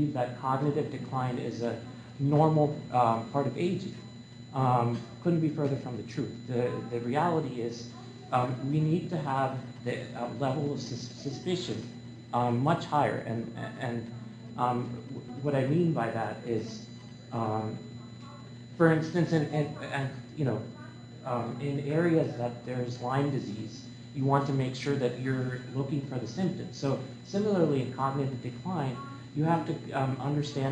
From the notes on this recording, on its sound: This is the live lecture that I delivered at the American Public Health Association